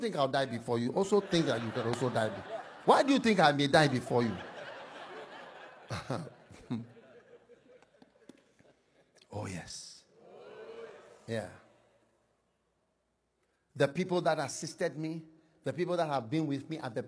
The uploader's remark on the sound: Preached at the Breakthrough in Ministry Conference, Pittsburgh- Pennsylvania, USA.